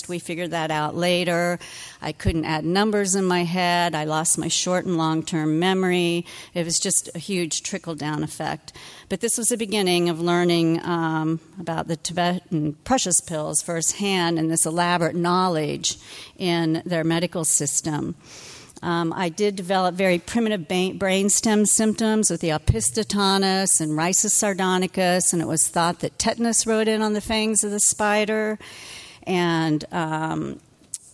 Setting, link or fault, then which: setting, live audience